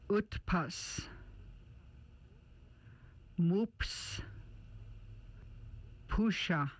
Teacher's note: The U sound is made with lips rounded with the tongue high and back around of mouth and of short duration. Sounds like U in pull.